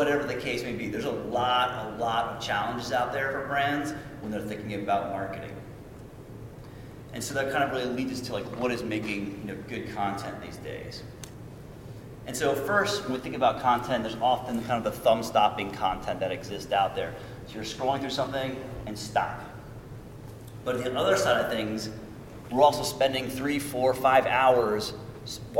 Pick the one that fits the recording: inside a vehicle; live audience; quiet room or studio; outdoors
live audience